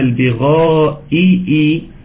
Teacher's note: الهمزتين متتاليتين مكسورتين، عاوز توضح الهمزة وتوضح الكسرة